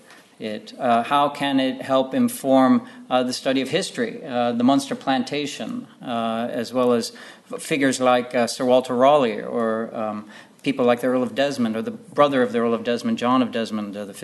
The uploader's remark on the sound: at the 2022 Tudor and Stuart Ireland Conference